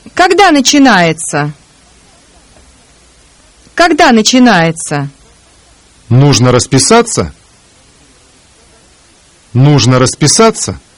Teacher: The combination т с я or т мягкий знак с я is pronounced ца.